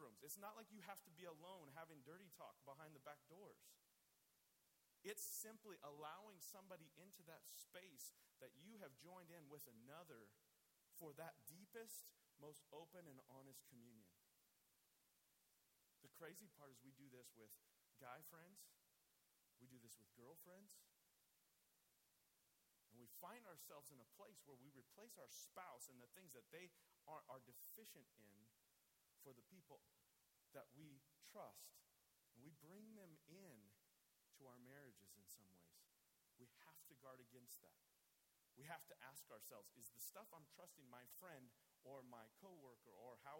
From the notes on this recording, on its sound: I apologize up front for the poor quality of the audio on this recording... Obviously still a lot of kinks to work out on my end. This is a teaching from the Tulare Community Church Women's ministry Bible Study. After small groups wrap up, the speaker for the day is generally given the opportunity to wrap up the text for the ladies.